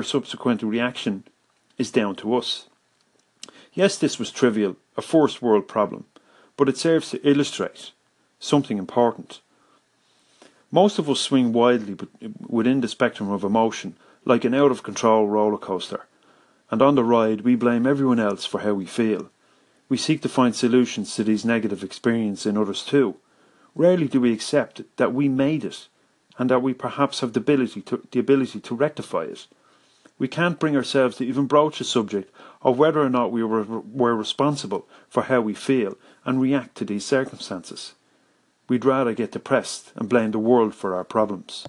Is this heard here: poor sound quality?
no